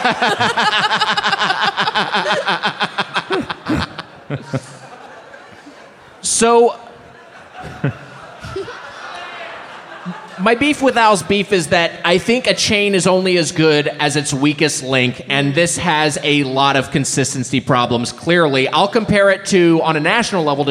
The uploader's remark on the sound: Recorded live as part of Headgum Live In Chicago at Thalia Hall, on June 14th, 2019.